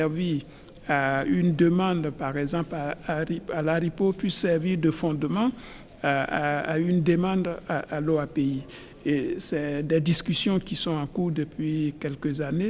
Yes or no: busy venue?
yes